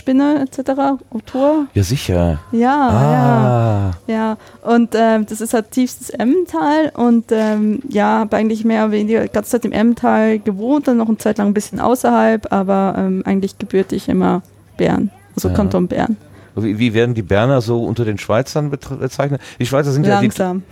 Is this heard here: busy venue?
yes